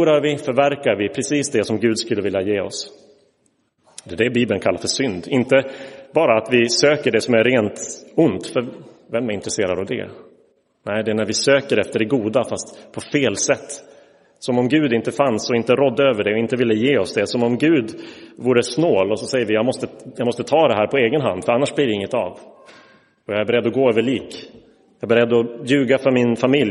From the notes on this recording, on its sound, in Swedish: Inspelad i Roseniuskyrkan